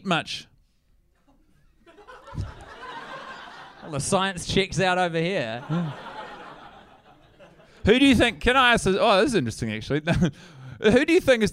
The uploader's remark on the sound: Live in SYDNEY, AUSTRALIA! In front of a sold out crowd.